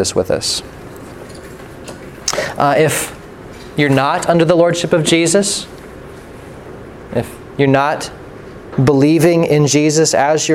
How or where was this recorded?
large echoing room